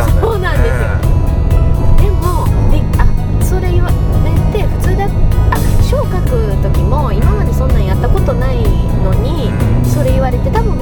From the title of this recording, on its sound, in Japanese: ドライビング対談収録その２